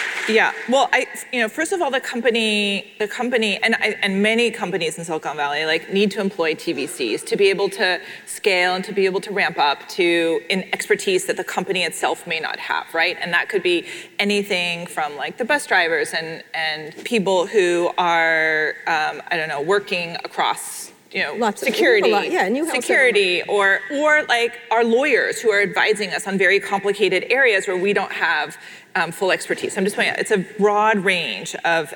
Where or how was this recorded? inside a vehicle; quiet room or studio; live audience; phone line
live audience